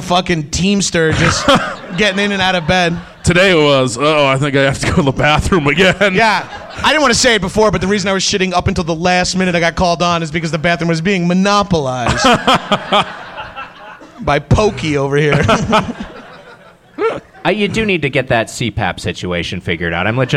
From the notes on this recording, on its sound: Recorded at Stand Up Live in Phoenix, AZ.